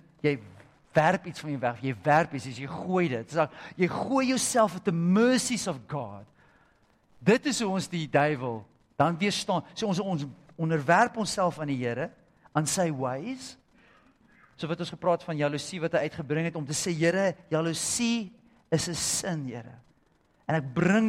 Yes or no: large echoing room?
yes